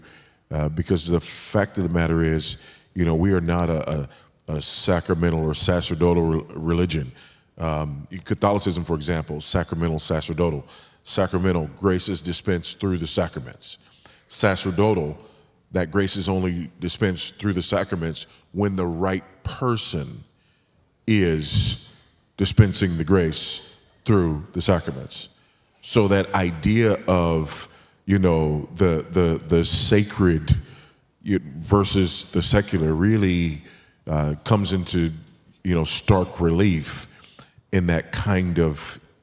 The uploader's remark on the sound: Biblical Anthropology" national conference in Southwest Florida.